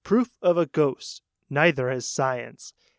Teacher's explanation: And usually we always pause before the word neither.